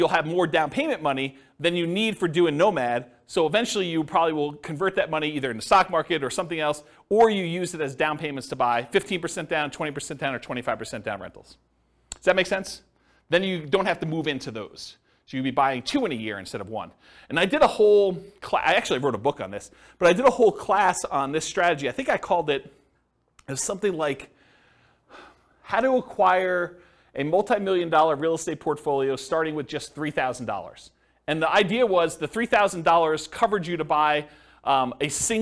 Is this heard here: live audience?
yes